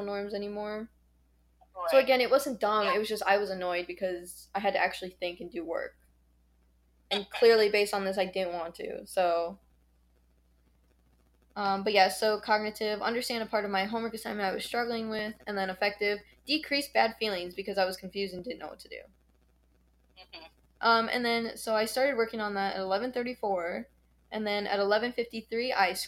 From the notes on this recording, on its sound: The audio is really annoying on this one.